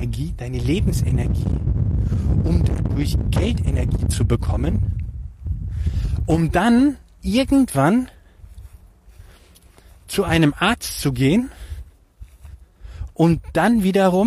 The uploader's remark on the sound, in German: Die heutige Podcastepisode wurde im Park aufgenommen. Ich bitte die ungewöhnlich schlechte Qualität zu entschuldigen.